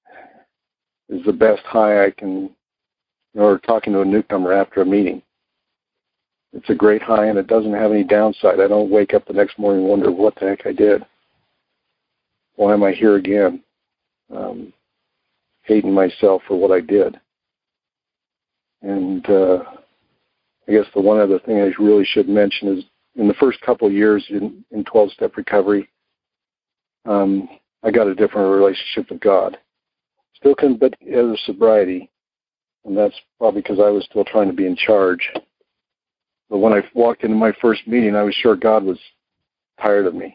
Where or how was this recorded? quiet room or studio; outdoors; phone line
phone line